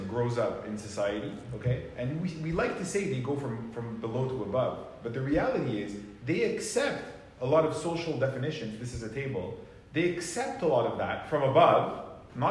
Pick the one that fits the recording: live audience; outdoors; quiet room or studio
live audience